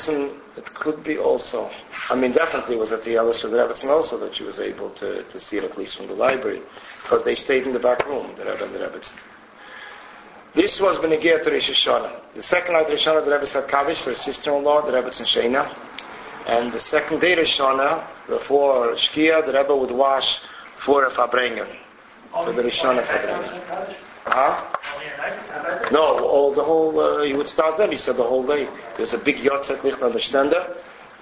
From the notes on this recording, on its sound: This file was originally, delivered as a shiur in a Crown Heights Mosad.